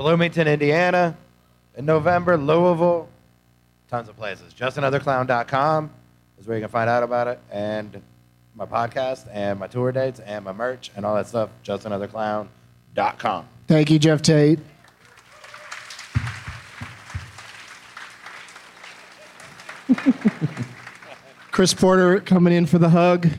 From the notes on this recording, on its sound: Live from the Tampa Improv